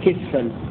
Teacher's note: قالوا وعم ندى كسفا بتحريكه ولا، قوله وعم ندى كسفا بتحريكه ولا، أي قرأ نافع وابن عامر وعاصم بتحريك السين بالفتح في لفظ كسفا في أو تسقط السماء كما زعمت علينا كسفا. وقرأ الباقون بسكون السين